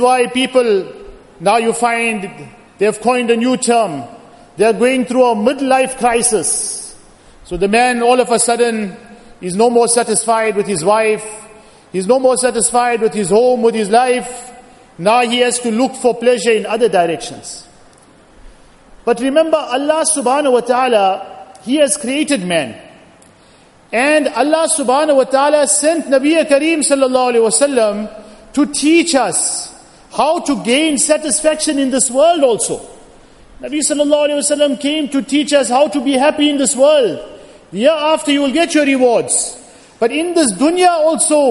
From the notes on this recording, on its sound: Jumuah Lecture at Masjid Al Hilal